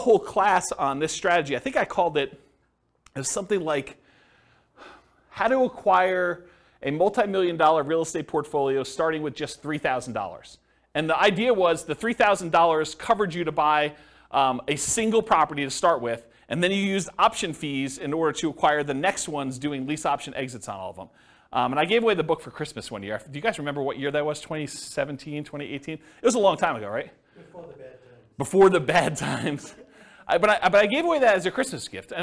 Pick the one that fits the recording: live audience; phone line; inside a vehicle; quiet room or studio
live audience